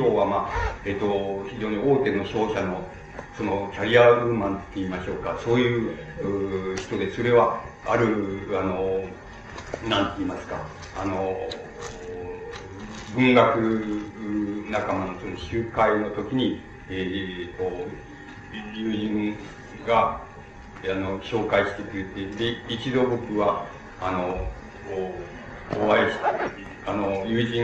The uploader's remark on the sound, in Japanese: 主催：日仏学院 後援：フランス大使館 場所：東京日仏学院ホール。音源は客席から録音されたが 周辺のノイズが入っているほかは 比較的クリアに収録されている。